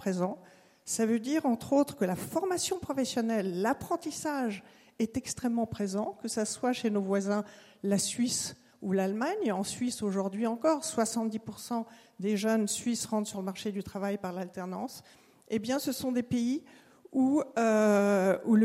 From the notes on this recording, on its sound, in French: table ronde enregistrée aux Entretiens de Valpré le 17 novembre 2023